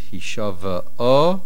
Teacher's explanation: First of all, there is a shvano under the vase, and also the main accent in hishav'o is at the end. The reason that there is no nasoig achor here is because the trop on hishav'o is a pashta, and a pashta is a mafsik.